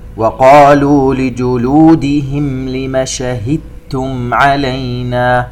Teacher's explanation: ميم ساكنة وبعدها حرف اللام إظهار شفوي. كلمة شهدتم، ننتبه إلى الدال الساكنة، حيثما أتى بعدها حرف التاء فإن هذه الدال تدغم فيها إدغاما كاملا، أي تحذف الدال وتبقى التاء.